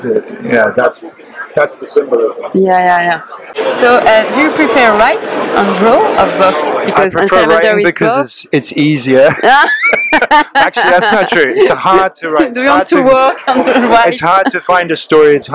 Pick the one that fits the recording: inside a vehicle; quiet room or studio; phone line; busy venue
busy venue